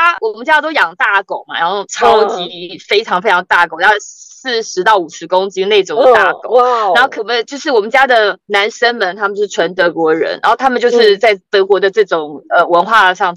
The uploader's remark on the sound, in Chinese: 在台灣國父紀念館的停車場，窗外是黑漆漆的夜晚，兩人居然都關在車子裡錄音。